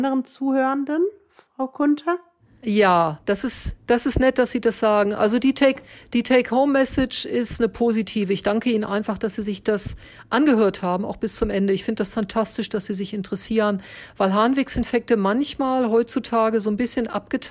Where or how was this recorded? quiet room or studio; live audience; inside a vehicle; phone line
quiet room or studio